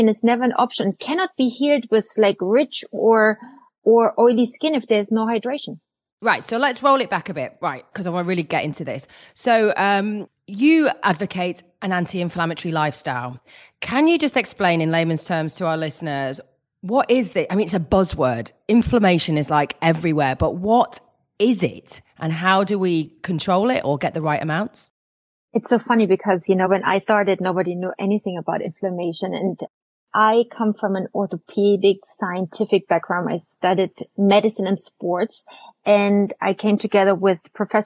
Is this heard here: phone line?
no